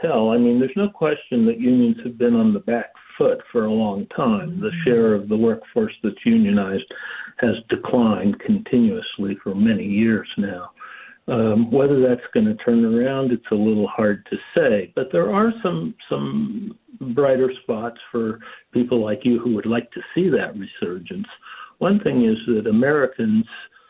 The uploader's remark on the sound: opens up the phone lines